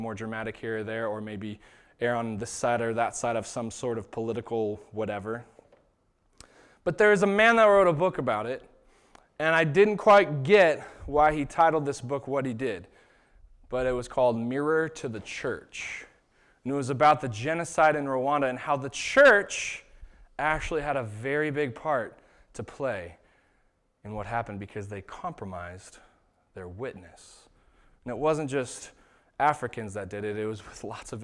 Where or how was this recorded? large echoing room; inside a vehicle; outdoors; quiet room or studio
large echoing room